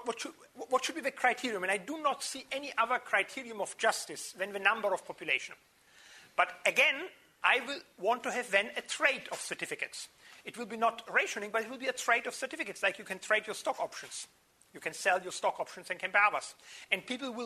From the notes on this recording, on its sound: Took place within the scope of a 4-day course of lectures which was taped from the 31st May to the 03rd June at the Northern Institute of Technology. Took place within the scope of a 4-day course of lectures which was taped from the 31st May to the 03rd June at the Northern Institute of Technology.